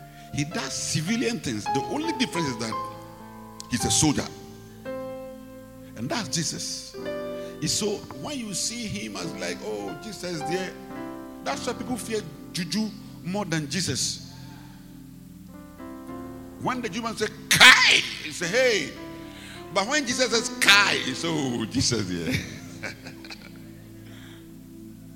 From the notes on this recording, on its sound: Preached at the Rose of Sharon Cathedral, Catch the Anointing Centre Denominations, LA - Accra.